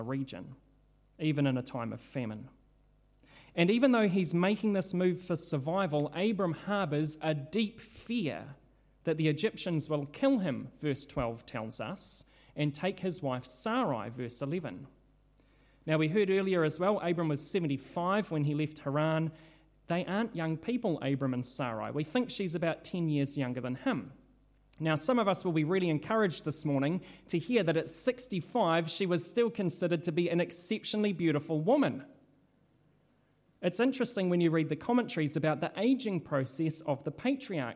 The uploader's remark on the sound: This sermon was originally preached at Holy Trinity Richmond, on Sunday 3rd July 2022.